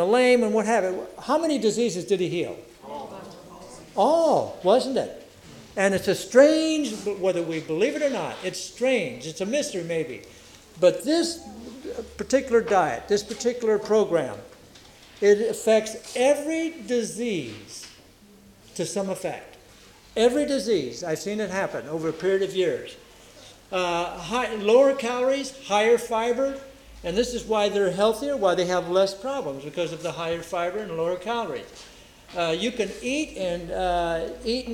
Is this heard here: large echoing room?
yes